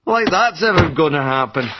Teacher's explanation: 说反话调侃，我发现这个语调突然升高了